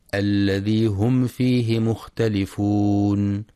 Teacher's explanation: وفي قوله سبحانه: الذي هم فيه مختلفون، من الأحكام التجويدية التي ينبغي مراعاتها في هذه الآية الإظهار الشفوي، الميم الساكنة بعدها حرف الفاء، فلا يقرأ بإخفاء الميم